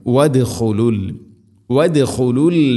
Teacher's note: റഗദൻ വദ്ഖുലുൽ വദ് ദാലിനെ ഖൽഖല ചെയ്യണം